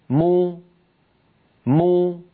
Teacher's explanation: فبتباعد الشفتين خرجت الميم وبانضمام الشفتين خرجت ضمتها. ولما يقول القائل مي مي، فبتباعد الشفتين خرجت الميم وبانخفاض الفك السفلي قليلا وارتفاع وسط اللسان قليلا خرجت كسرة الميم. · Term: ميما مضمومة